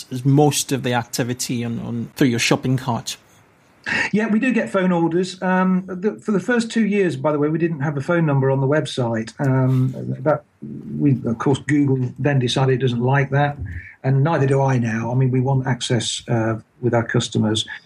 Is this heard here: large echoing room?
no